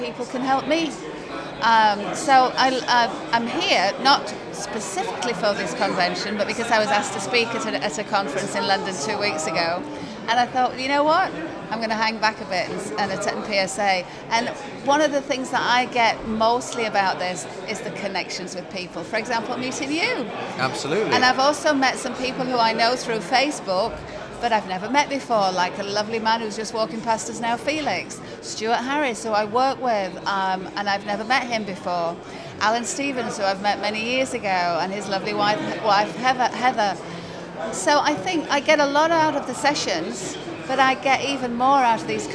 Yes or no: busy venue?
yes